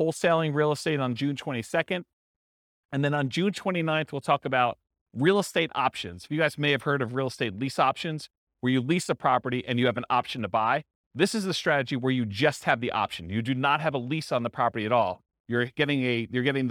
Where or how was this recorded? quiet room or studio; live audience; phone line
live audience